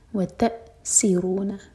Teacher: تَأْ حمزہ پر cut off sound لیکن قلقلہ نہ ہو. وَتَأْسِرُونَ، سی سیٹی والی آواز کے ساتھ.